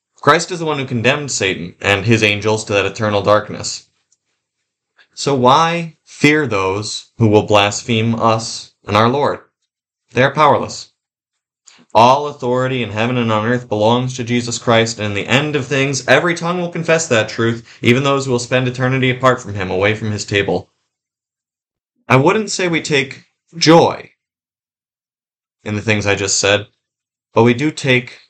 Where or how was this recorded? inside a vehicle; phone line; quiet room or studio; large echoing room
large echoing room